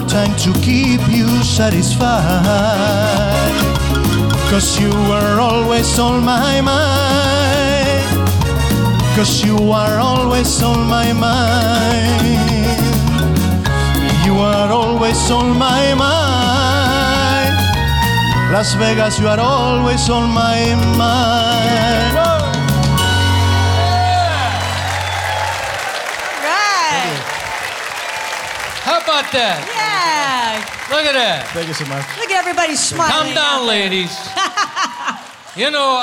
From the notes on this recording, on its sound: Live at the SouthPoint Casino